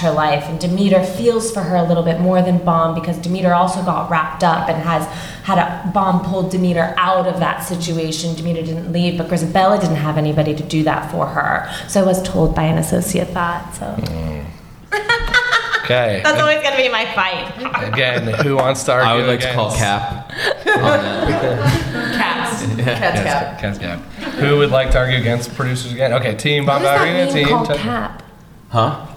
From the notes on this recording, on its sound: LIVE from BroadwayCon 2023 in New York City!